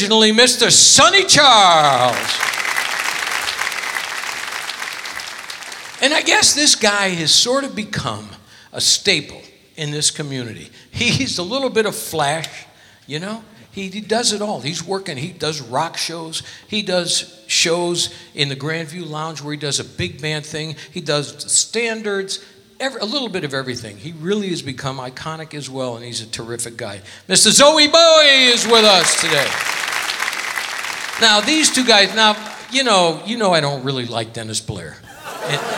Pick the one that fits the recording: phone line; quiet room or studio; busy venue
busy venue